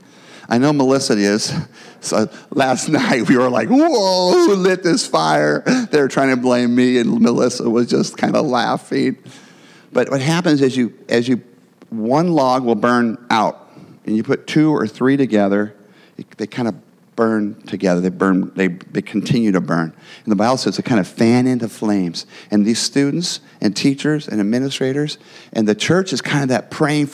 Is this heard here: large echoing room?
yes